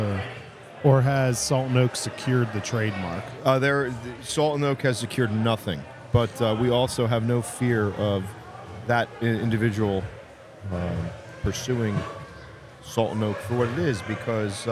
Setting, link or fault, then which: setting, busy venue